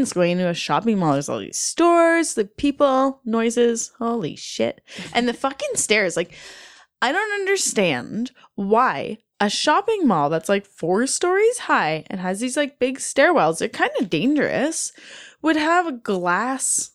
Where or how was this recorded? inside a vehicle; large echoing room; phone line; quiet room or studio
quiet room or studio